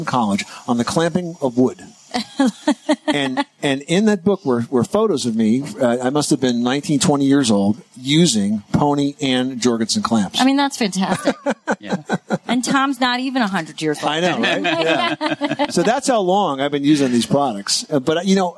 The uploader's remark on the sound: Live from the 2018 National Hardware Show.